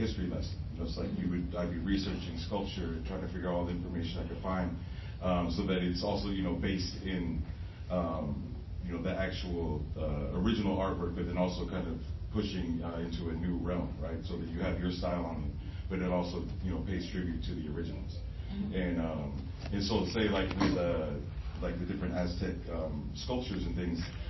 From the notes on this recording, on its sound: Tucson Comic-Con Panel - Latinx Creators. The panel was held at Tucson Comic-Con.